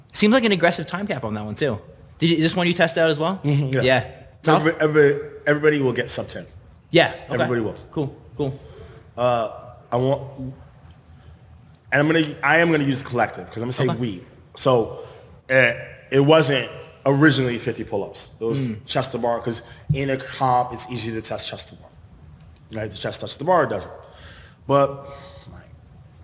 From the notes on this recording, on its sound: The 2023 Invictus Boston Invitational Live Podcast. Out first live in house with a studio audience + live stream podcast. Newport Home & Drone // Lost Art Photography for the Video/ Audio Production, Drone Footage// Post Production.